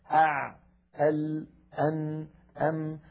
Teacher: لما يكون الحرف بينيا وساكنا من حروف لن عمر أع أل أن أم، يكون زمنه أقصر من زمن الحرف الرخو